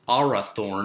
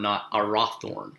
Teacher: the emphasis still falls on the first syllable, which is the third from the last · Shown in: first take